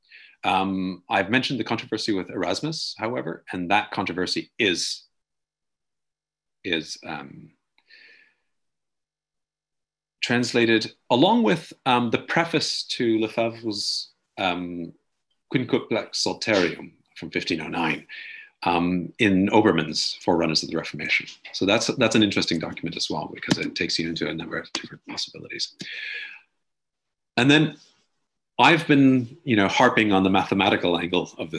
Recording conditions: video call